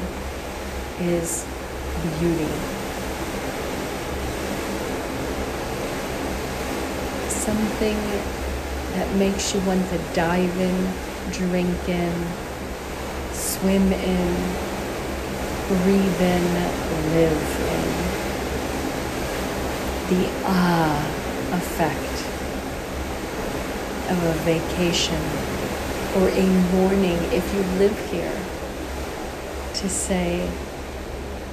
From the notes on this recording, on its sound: On Location Walk and Talk. Willemstad, Curaçao.